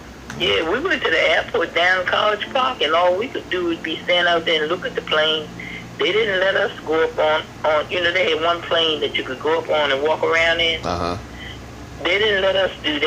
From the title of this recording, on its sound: A phone conversation with my grandma